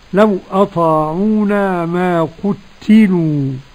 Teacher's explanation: ما قتلوا قرأ هشام عن ابن عامر بالتشديد في التاء